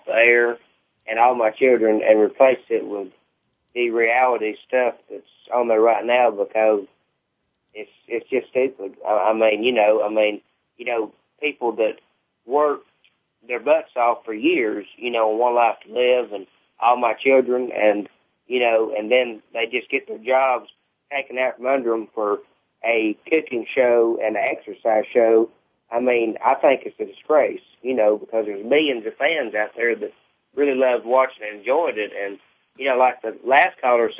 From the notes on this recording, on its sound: Soap Central Live opens the phone lines to fans